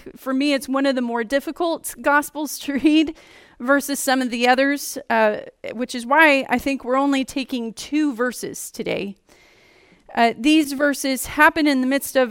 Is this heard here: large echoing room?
yes